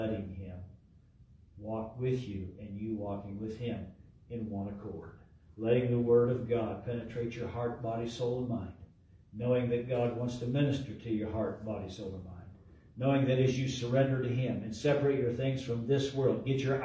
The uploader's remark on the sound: LIVE from Calvary